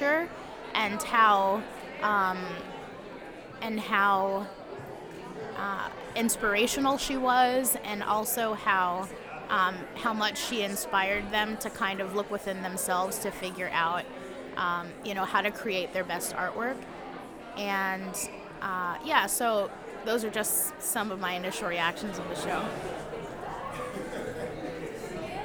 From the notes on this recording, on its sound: We recorded a live segment inside the Museum where the community was invited to share reflections.